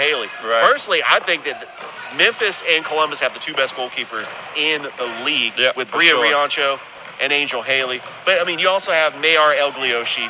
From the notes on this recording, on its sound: Live Show on location at Girls Inc in Columbus, GA